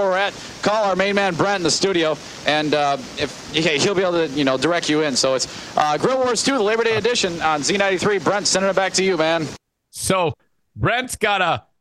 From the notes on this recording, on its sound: Here we learn that the key to a successful, "on location" morning show is to wander around a parking lot while drunk assholes cook meat, talk real fast, objectify women and generally do NOTHING interesting.